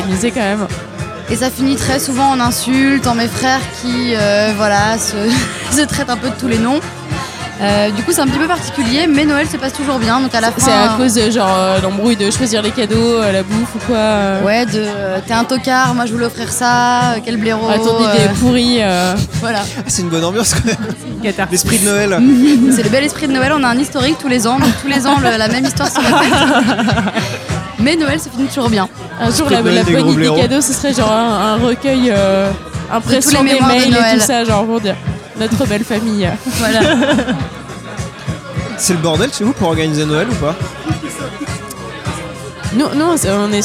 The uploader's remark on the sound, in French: enregistré au BarOurcq (Paris 19e)